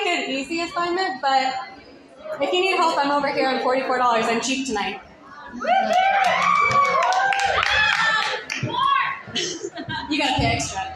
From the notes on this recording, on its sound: Our first ever live episode of WITLT !